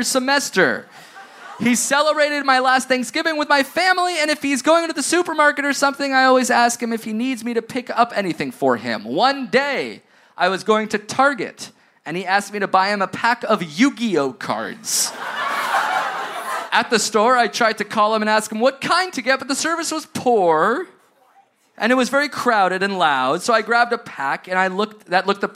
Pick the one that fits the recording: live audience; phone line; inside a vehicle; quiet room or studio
live audience